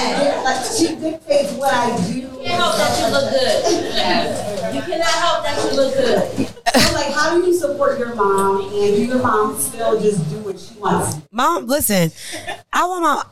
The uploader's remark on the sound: Live Recording. Live podcast recording - recorded during the Femininity Brunch Event. Answer live questions from my fems attendees.